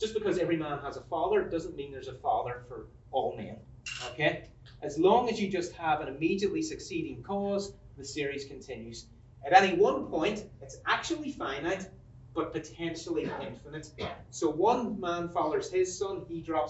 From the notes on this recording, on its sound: This lecture was given on March 29, 2023 at Trinity College Dublin.